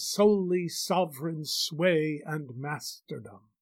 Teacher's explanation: in saying these words, Lady Macbeth begins to sound as if she is hissing